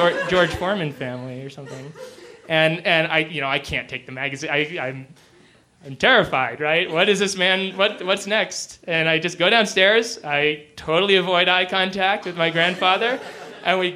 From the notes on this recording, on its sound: He shared this story in front of a live audience at the Deer Pile in Denver, Colorado.